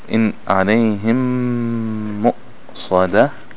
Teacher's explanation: Idgham of the meme to the meme.